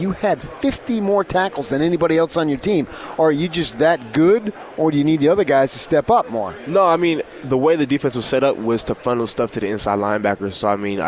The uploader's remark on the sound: live from Pac-12 Media Day.